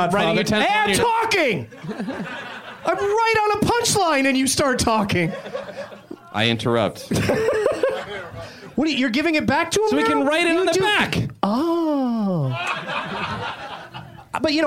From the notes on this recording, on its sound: Live from Zanies Comedy Club in Chicago